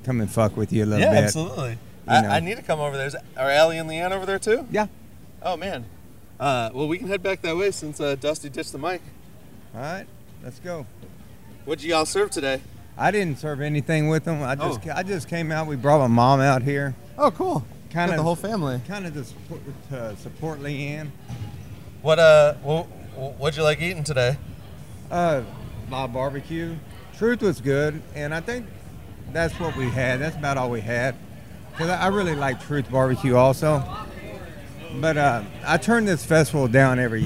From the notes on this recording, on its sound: I’ve got a long list of people that I got to speak with while I was walking around.